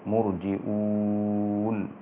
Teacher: قرأ شعبة بهمزة مضمومة ممدودة بعد الجيم فتصير مرجئون ويكون مد متصل مقداره 4 حركات